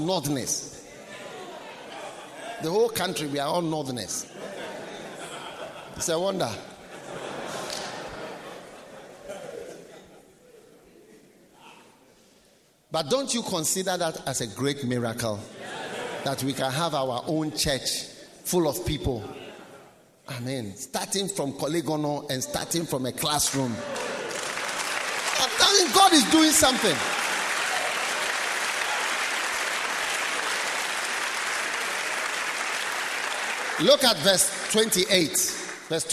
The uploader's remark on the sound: Preached at the Nerelugu Pastors‘ Conference.